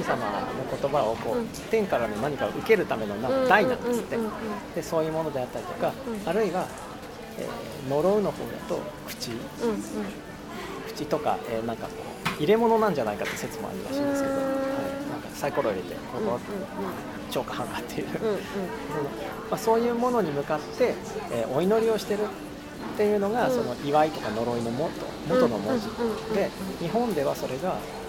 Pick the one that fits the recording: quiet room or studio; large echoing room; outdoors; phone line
outdoors